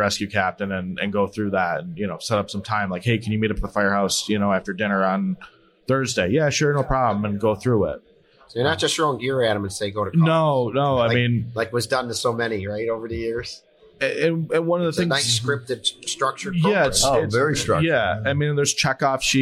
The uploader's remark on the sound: Live at FDIC